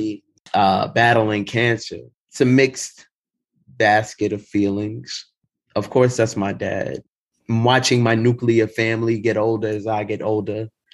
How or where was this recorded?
video call